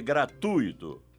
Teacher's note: O certo é gratuito, com U tônico. A sílaba tônica recai no U e não no I